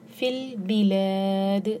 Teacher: فل بلاد دال پر رکیں گے تو دال پر سکون ہوگا تو قلقلہ کریں گے دال پر